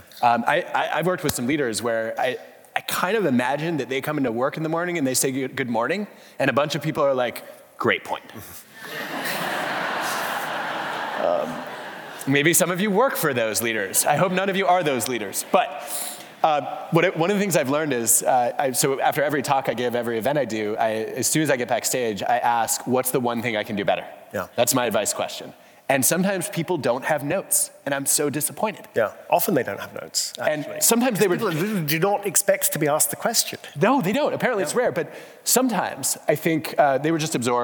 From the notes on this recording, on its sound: For this Intelligence Squared live event. Live onstage.